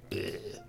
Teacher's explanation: Een soort oergeluid, wat eigenlijk als je je mond open doet en een soort je stembanden wil gebruiken, maar geen enkele energie meer hebt, dan is dat volgens mij wat eruit komt.